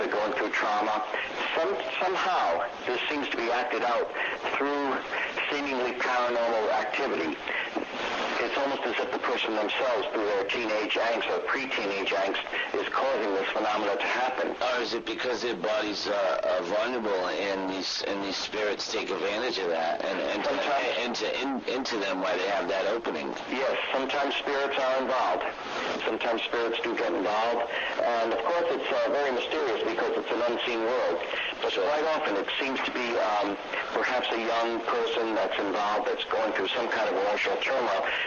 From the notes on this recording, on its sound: apologies for the audio issues